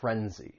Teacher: It just has two syllables. The stress is on that first syllable